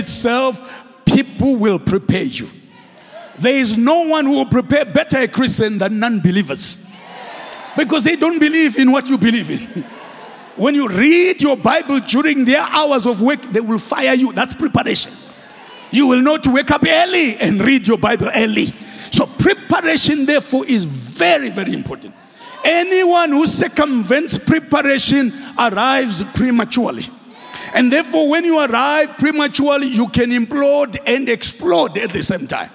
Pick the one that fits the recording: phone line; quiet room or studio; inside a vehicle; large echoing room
large echoing room